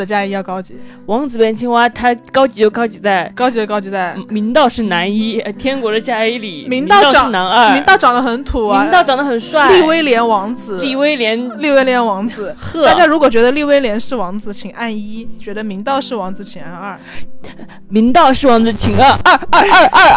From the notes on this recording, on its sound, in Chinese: 本期是我们在床上拿着话筒录的，有电流声。